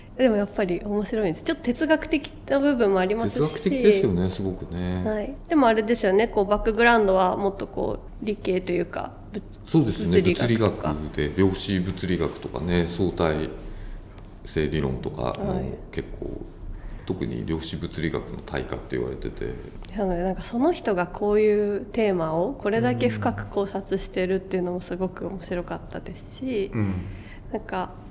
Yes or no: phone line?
no